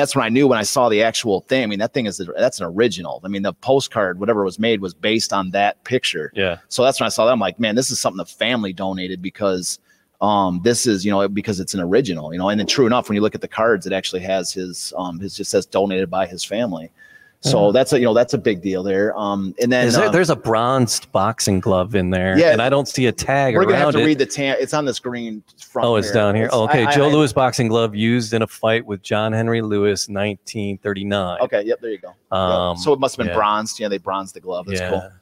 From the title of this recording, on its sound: Live from Detroit Historical Museum